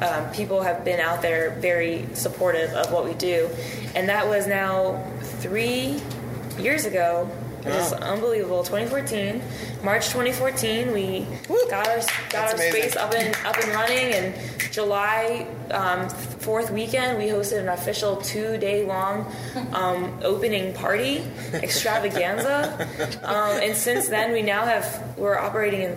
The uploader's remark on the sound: during a live podcast